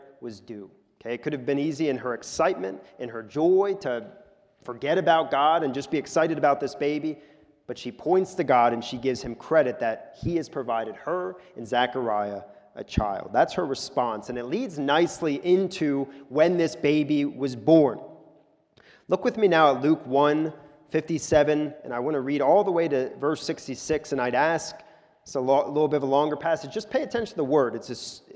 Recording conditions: large echoing room